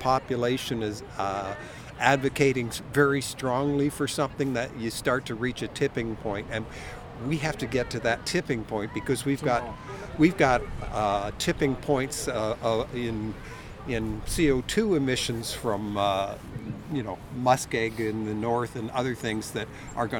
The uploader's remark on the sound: On Site at the Climate Rally